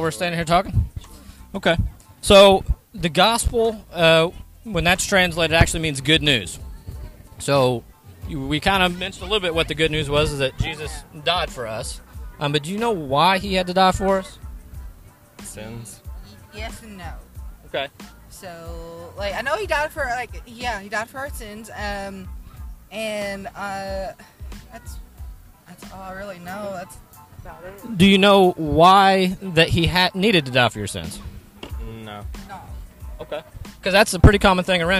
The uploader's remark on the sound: share the gospel at the local Autumn Festival, in Paintsville Kentucky